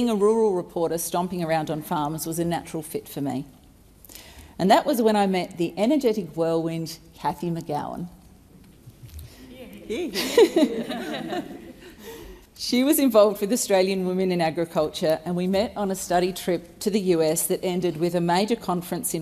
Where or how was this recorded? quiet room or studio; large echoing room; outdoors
large echoing room